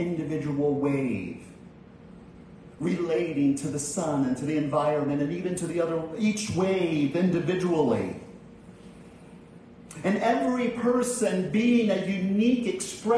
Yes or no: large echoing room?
yes